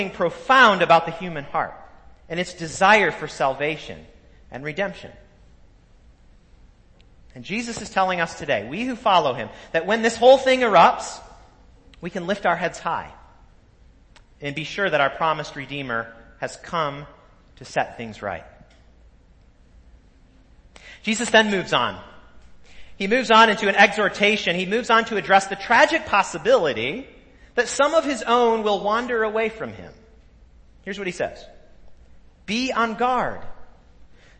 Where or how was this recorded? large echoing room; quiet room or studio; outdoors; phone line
large echoing room